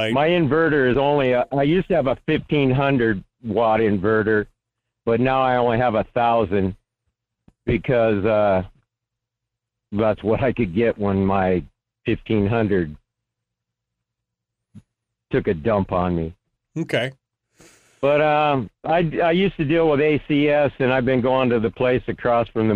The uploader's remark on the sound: We'll also open up the phone lines for your calls.